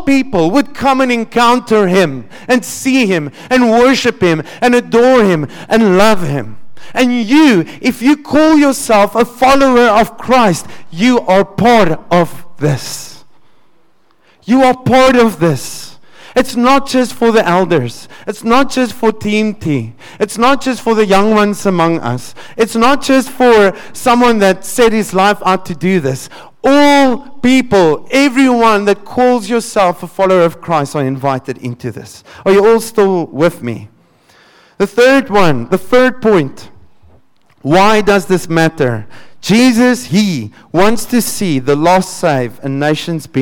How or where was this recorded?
large echoing room